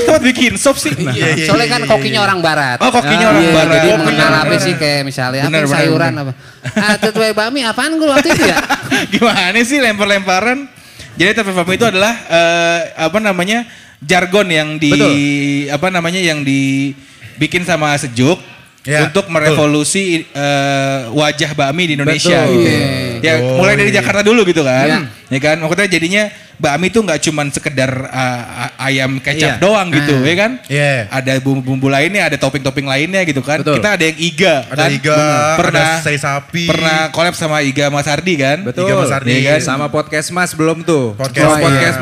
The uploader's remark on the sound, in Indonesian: The JokeAss LIVE PODCAST waktu Grand Opening Sedjuk Pejaten